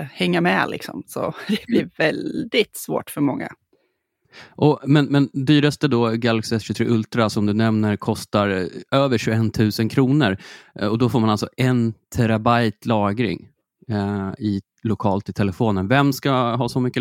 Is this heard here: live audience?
no